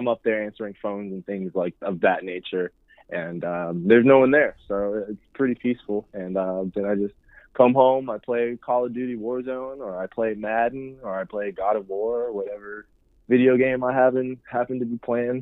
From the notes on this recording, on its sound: Phone interview.